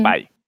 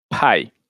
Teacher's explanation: Quando uma palavra em inglês começa com P, geralmente é um P aspirado. Ele tem é como se tivesse um sopro nele. · Shown in: second take